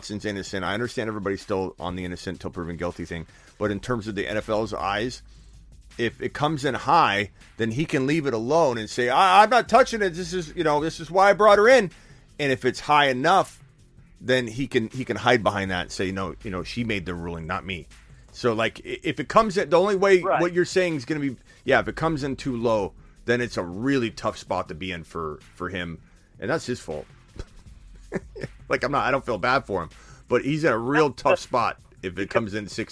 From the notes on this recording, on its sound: Takes fantasy football phone calls and voicemails for over 2 hours.